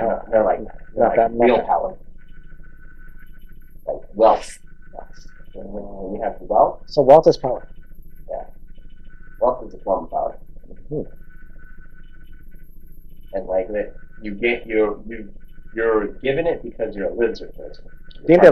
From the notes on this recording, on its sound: Sorry for the Audio.